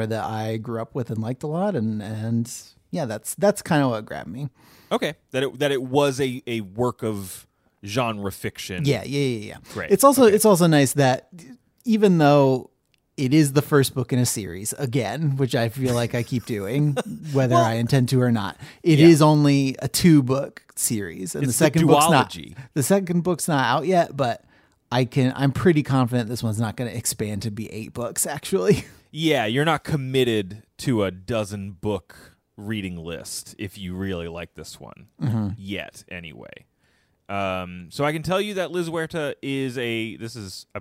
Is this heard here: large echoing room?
no